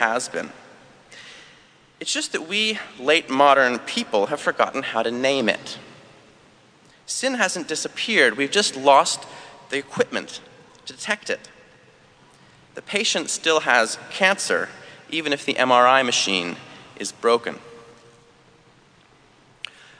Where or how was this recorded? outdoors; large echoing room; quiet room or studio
large echoing room